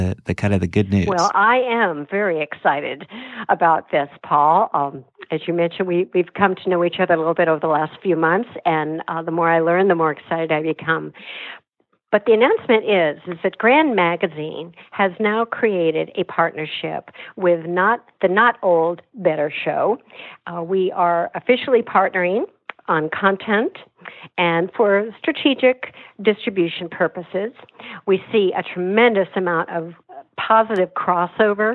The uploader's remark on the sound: via internet phone